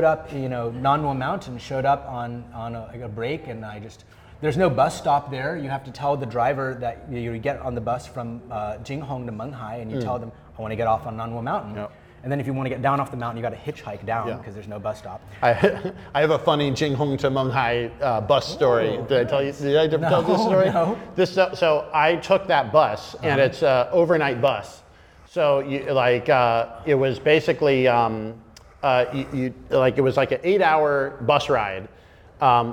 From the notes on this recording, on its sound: We’re in front of a LIVE AUDIENCE. Hosting the podcast at West China Tea House!